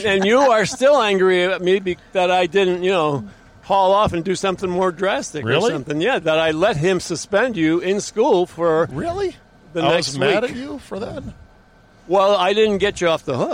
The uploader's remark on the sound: an interview in the van